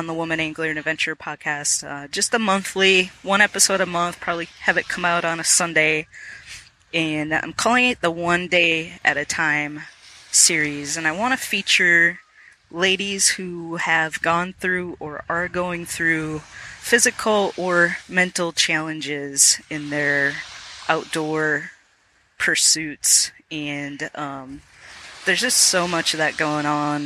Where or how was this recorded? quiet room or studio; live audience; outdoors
outdoors